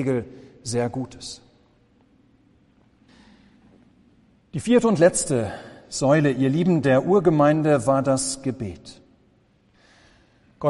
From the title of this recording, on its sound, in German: Gottesdienst